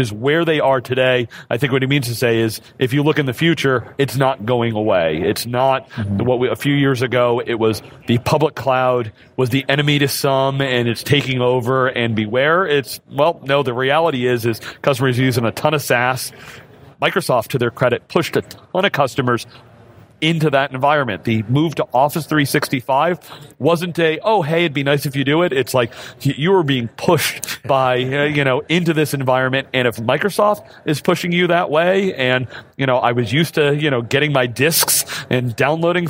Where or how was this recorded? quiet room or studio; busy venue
busy venue